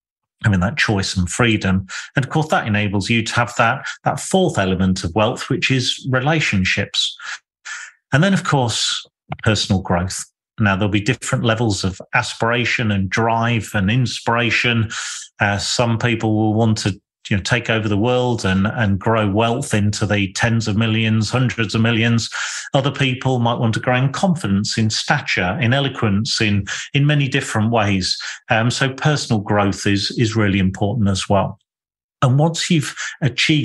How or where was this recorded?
video call